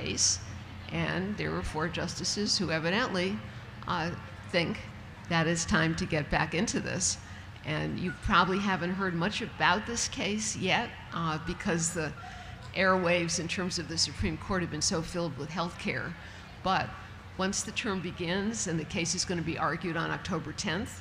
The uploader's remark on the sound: appears at the 2012 Library of Congress National Book Festival.